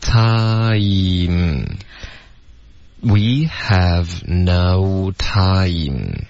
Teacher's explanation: 点哈第一个呢就是要保持送气的流畅、不要一字一顿的。第二就是要把这个 time 的元音发饱满对把这个、这叫什么叫这种双元音的滑动要读出来